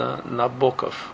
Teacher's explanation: Nabokov's accent is on the middle syllable. So it would be pronounced Nabokov.